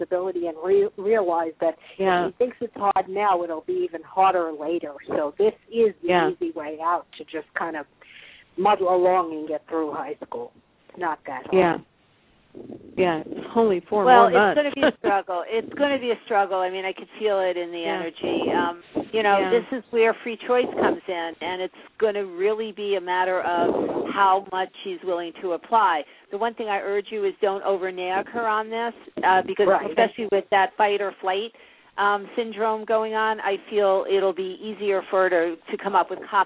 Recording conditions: phone line